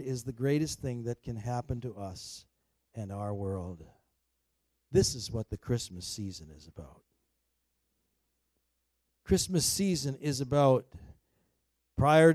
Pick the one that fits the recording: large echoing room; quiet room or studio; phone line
large echoing room